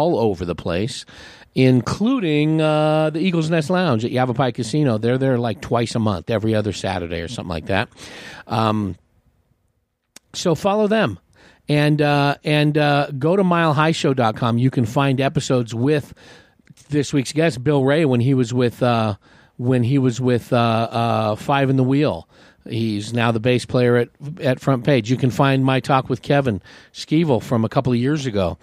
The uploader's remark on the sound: Recorded on the patio at Marks Beer Garden in Prescott.